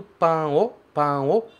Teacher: Como aqui tem um O logo em seguida, ela pode ficar um pouquinho diferente e não fechar completamente ali com a língua atrás do dente. Você pode falar pan-o, pan-o, mas o importante é ter o pa, pa, mais aberto. E não pan-o, pan-o, porque aí fica muito brasileiro falando japonês e aí já deixa lá na cara que você é estrangeiro, que está ali tentando falar.